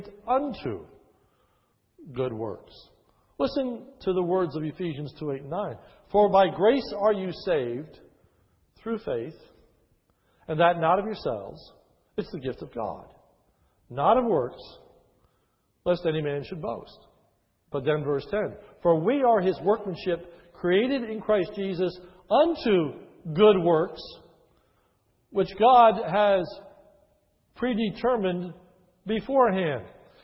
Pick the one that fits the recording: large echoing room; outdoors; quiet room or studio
large echoing room